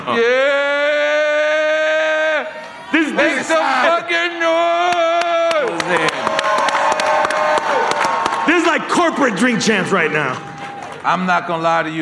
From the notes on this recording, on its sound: Live from REVOLT World.